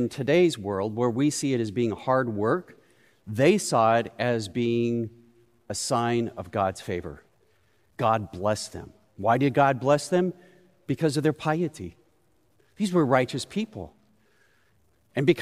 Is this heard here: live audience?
yes